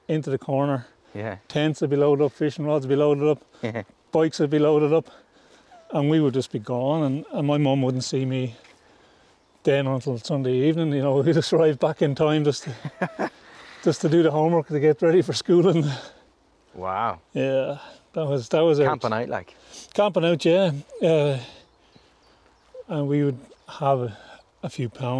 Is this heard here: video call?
no